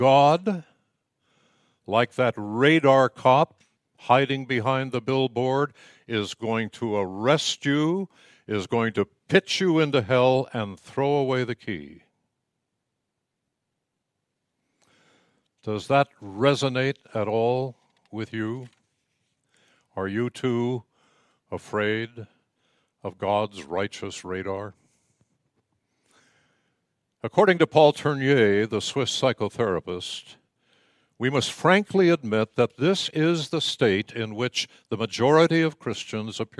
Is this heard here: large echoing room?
yes